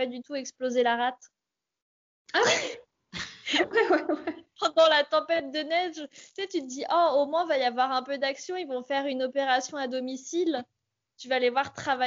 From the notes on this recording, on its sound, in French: Un podcast d'analyse féministe imaginé pendant le confinement, en enregistrant avec les moyens du bord.